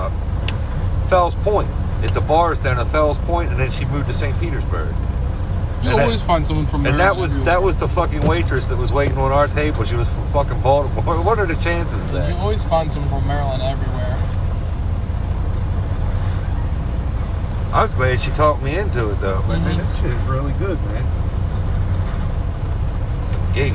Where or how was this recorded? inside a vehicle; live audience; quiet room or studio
inside a vehicle